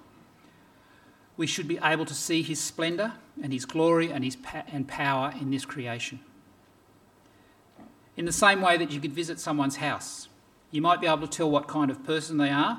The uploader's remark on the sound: This sermon was preached on 21st January 2024 at all services of Helensburgh and Stanwell Park Anglican Church.